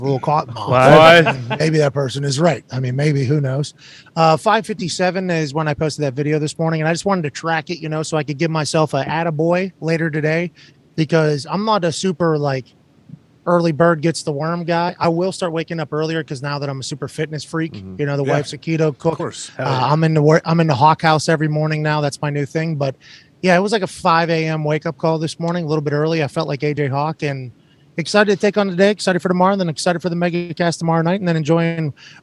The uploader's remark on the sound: LIVE From The ThunderDome. Live from Eugene, Oregon and the set of College GameDay.